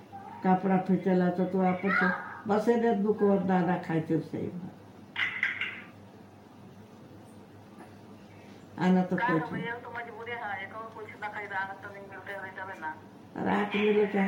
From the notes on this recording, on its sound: When two ladies talk to each other via phone call.